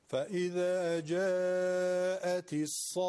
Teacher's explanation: یعنی بیشتر از اون نباید بکشیم در قرآن مدی رو، و کمتر هم نباید باشه در مد لازم. در مد لازم 6 حرکت، یعنی 3 برابر مد طبیعی.